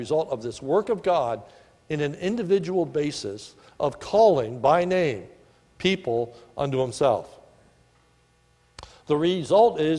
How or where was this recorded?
large echoing room